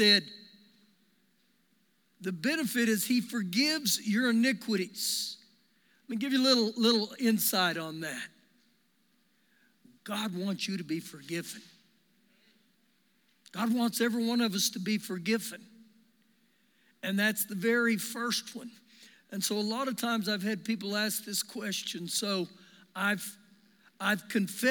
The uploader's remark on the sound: Recorded live during our Sunday morning service